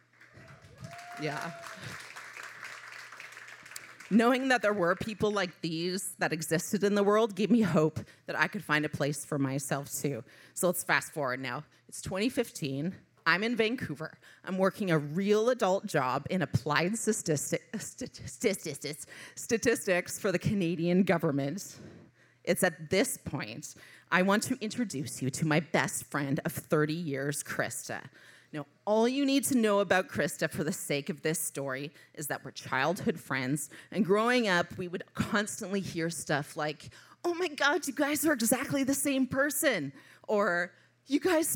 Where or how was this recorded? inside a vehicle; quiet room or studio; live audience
live audience